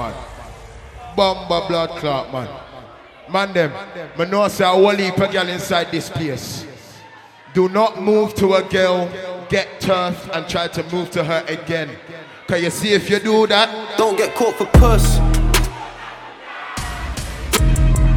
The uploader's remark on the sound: Live Audio: The Jubilee Day Party